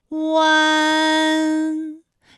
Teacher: 是从圆唇的后高元音乌开始，口型迅速的由合口变为开口状，舌位向前迅速滑降到不圆唇的前低元音啊的位置呢就开始升高，发啊后软腭下降，逐渐将鼻音色彩增强，舌尖迅速移到上齿龈部，最后抵住上齿龈，发出鼻音呢的状态。看啊，大家感受一下从合口改为开口状的状态，弯，是不是先从合口，然后最后变成了一个开口的状，然后最后尾音的时候呢是要到达一个鼻腔，发出一个鼻音呢的状态，弯，哎，它就发完整了。好，大家依然跟我来读一组词啊，贯穿，贯穿，软断，软断，酸软，酸软。好，我们继续再来发吁安的音，发音的时候呢，由元唇的后高元音吁开始， · Term: 乌安